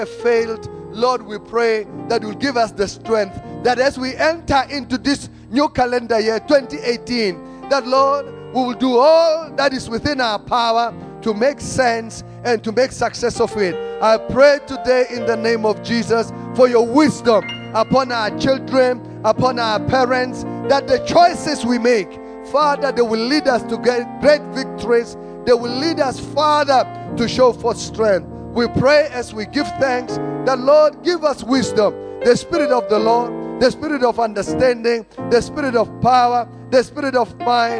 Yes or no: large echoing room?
yes